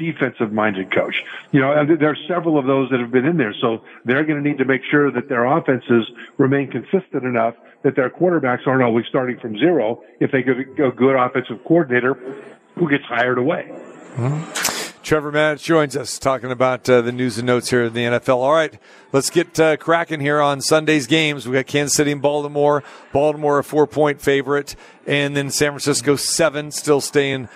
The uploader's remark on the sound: Live from the Super Book at Westgate Las Vegas